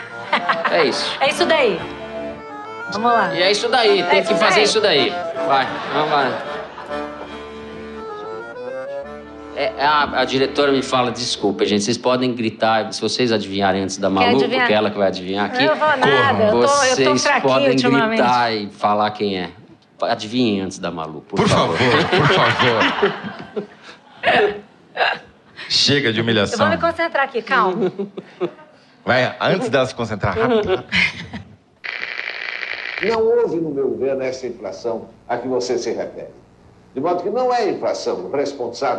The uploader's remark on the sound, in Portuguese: Ao vivo no Festival